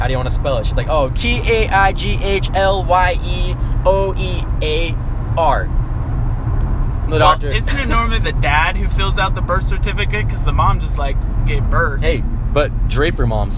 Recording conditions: inside a vehicle